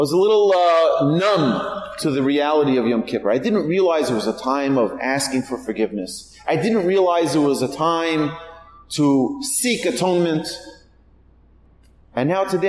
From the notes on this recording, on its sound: Recorded at TGA - Torah Girls Academy to a live audience on October 6, 2022, in Houston, Texas.